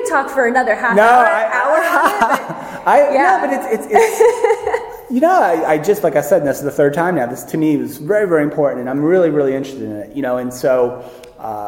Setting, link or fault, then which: setting, busy venue